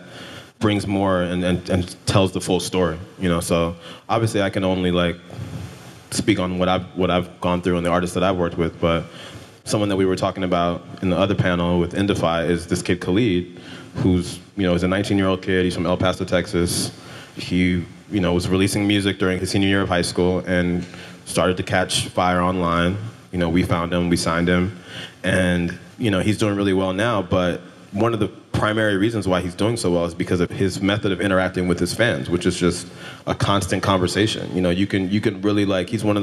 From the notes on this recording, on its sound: LIVE in Seattle. An Upstream Summit keynote panel.